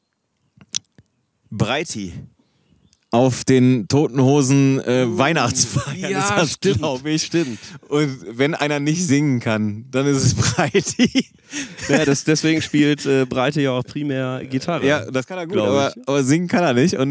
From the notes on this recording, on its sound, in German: in unmittelbarer Nähe zum Grill